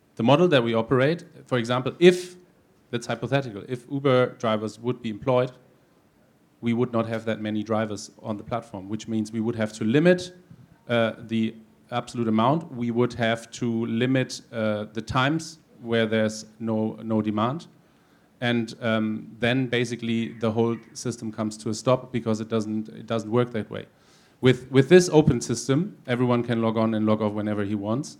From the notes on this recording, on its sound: Questions from Gig Workers session at 'Reshaping Work in the Platform Economy conference.